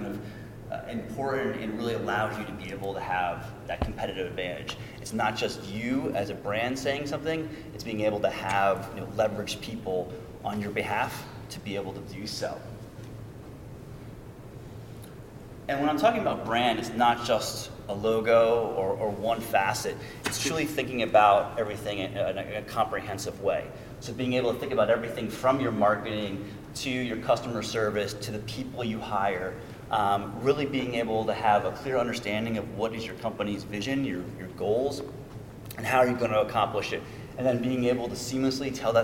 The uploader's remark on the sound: This episode is the audio from a presentation. Given at ECRM's Innovative Technology Program in Chicago.